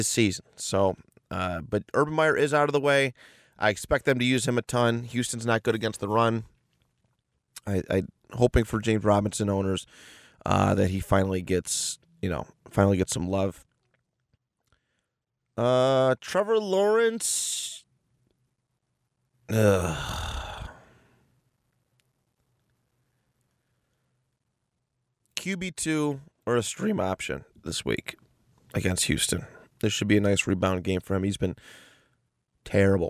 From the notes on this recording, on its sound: In Indianapolis for this week’s fantasy episode, recording out of his car after a night of hijinks.